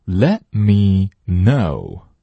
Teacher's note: 我们这里可以把 let t 去掉